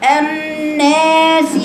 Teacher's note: انت عارفه لو انا جبت بقى الناس المكسوره دي وقرات بقراءه بقى دور البصري، هو دور البصري بيعمل اماله في الناس المكسوره، يبقى لازم فك السفلي هينزل